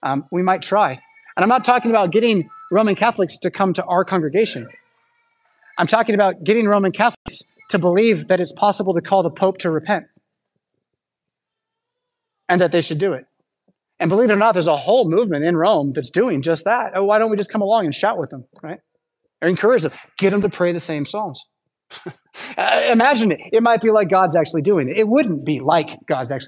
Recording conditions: large echoing room